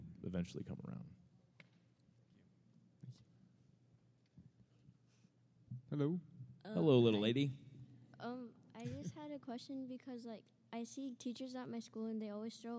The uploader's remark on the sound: Answer questions in front of a sold-out crowd in Dallas.